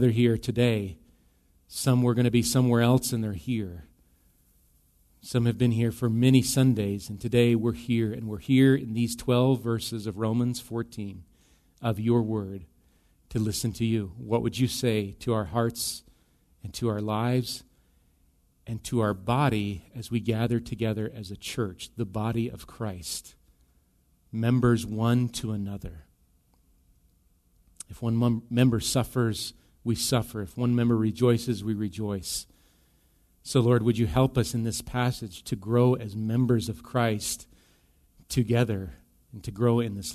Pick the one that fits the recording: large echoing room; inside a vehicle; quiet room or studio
large echoing room